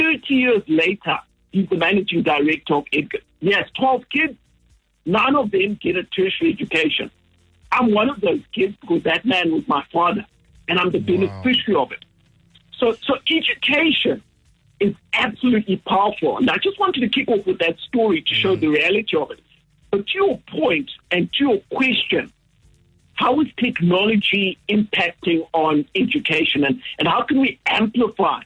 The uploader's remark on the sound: Joined on the line.